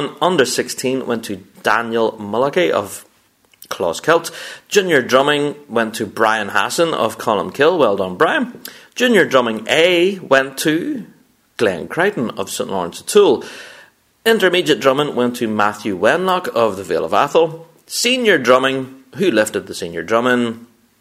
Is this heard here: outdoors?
no